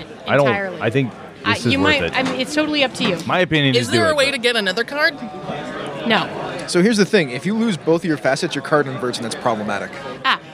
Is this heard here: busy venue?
yes